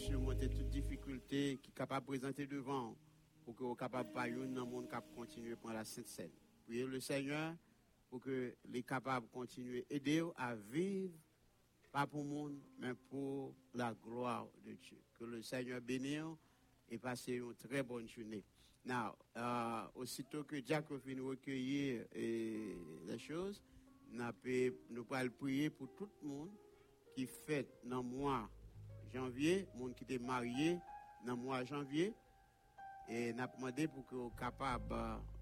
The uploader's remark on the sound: Sunday Service Live